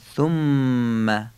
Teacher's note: حرف ث سه نقطه نوک زبانی تلفظ میشه، ضمش هم باید فصیح بگیم، اوی کوتاه. میم ثم مشدد قنه داره